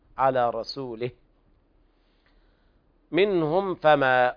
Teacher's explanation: إظهار شفهي شديد لوقوع الفاء بعد الميم الساكنة